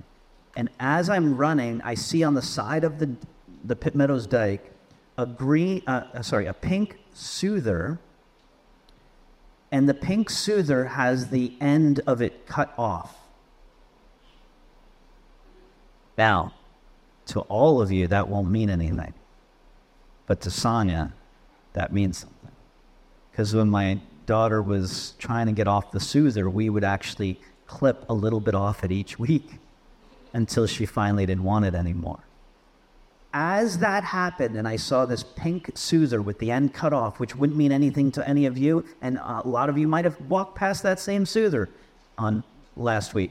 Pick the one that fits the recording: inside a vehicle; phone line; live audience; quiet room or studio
live audience